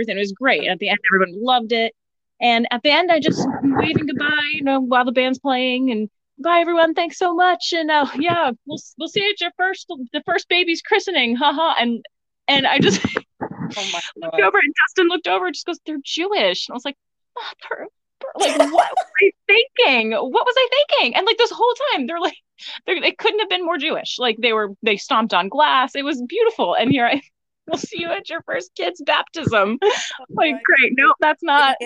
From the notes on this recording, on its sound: the audio is not ideal.